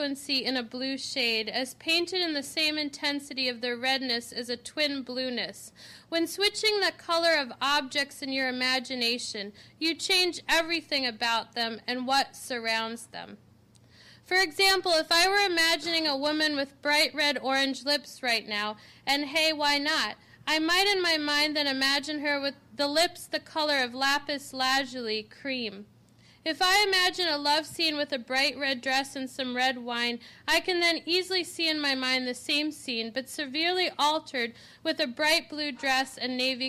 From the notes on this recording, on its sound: This lecture was given September 20, 2013, at New York University.